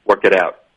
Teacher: work it out 要连读，work 跟 it 变成 work it 连读了，it 跟 out 也得连读，itout，然后 it 的 t 我们浊化成一个的音，work it out。out 的特呢，我们就省略，导致一个干脆停顿。work it out。一个正常的语速是 work it out。是一个正常的语速。You can work